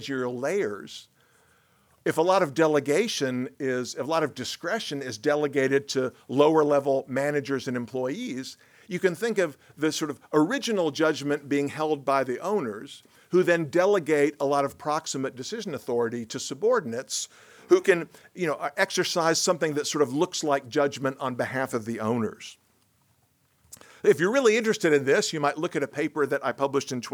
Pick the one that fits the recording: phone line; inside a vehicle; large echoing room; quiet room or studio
large echoing room